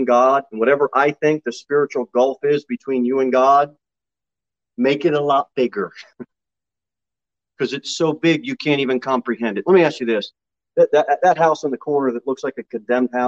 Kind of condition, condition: setting, large echoing room